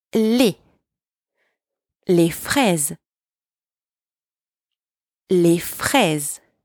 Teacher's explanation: You hear the S in English, but you don't hear the S in French